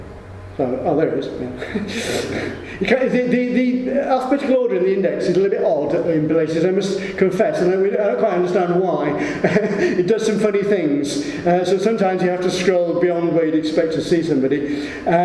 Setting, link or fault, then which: setting, live audience